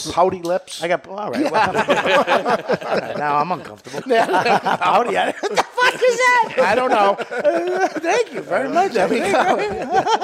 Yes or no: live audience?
yes